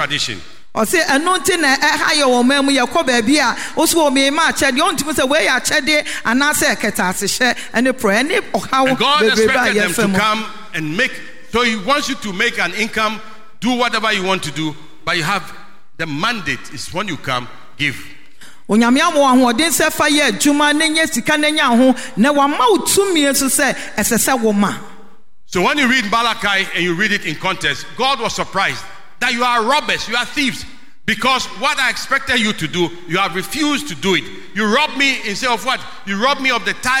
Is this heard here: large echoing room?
yes